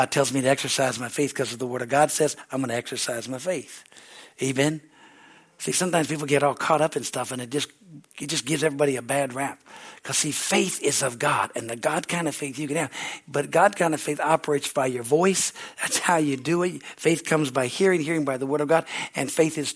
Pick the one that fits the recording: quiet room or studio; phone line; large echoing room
large echoing room